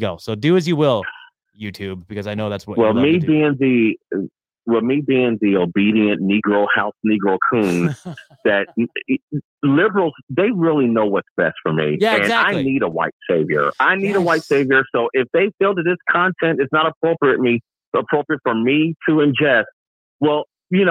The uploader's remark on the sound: LIVE Call-In Show. I had a guest scheduled and I promoted it but they didn't end up showing up, so I just winged it solo and opened up the phone lines.